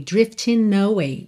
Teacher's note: Drifting termina em N, você já junta no away.